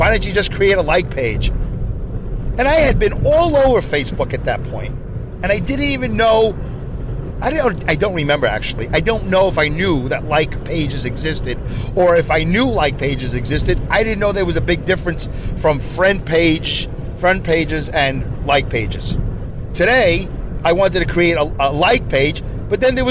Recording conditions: inside a vehicle